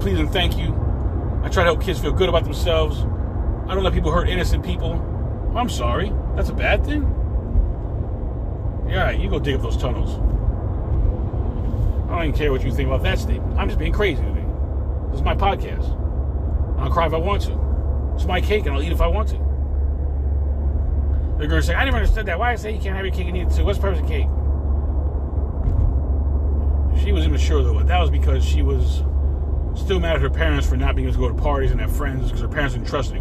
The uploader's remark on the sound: In this CarCast